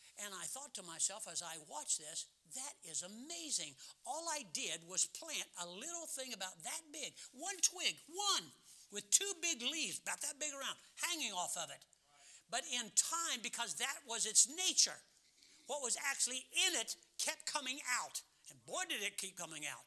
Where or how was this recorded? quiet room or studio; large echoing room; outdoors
large echoing room